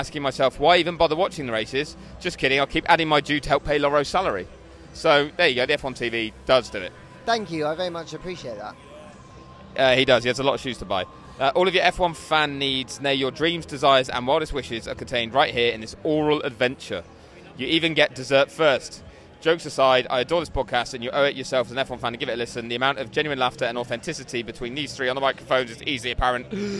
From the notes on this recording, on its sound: Loud noises from an Austin bar.